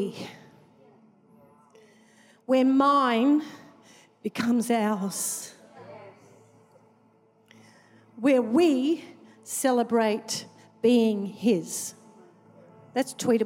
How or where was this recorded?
large echoing room